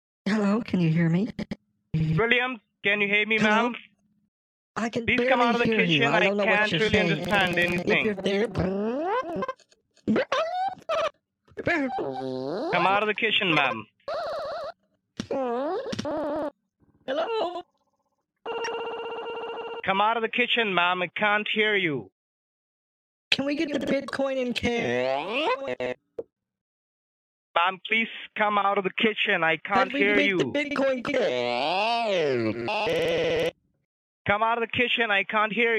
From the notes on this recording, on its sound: Things start to get pretty wild when my husband experiments with microwaves that cause my phone to glitch at the worst possible moments. Throughout the call. Deal with horrible glitching, both on the computer and over the phone thanks to her husband daisy chaining microwaves together in an attempt to create the world’s first macrowave.